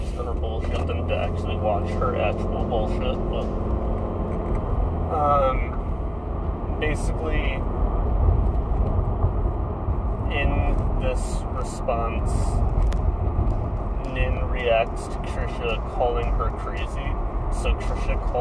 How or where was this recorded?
inside a vehicle